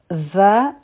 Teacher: د زال مخرج چې دی دا زمونږ جبه د بره غاښونو د لاندې راځي